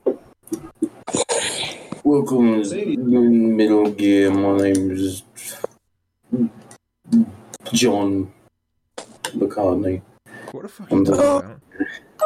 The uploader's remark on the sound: This is an audio hate crime. We're sorry to the headphone users listening to this.